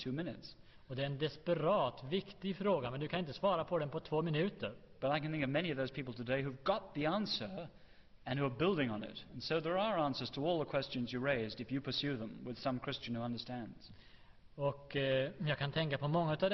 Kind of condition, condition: setting, large echoing room